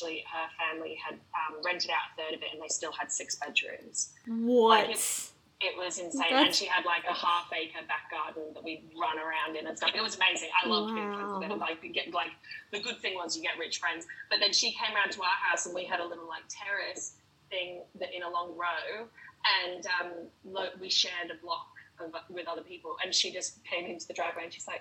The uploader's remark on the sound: Sorry for the not so optimal sound quality.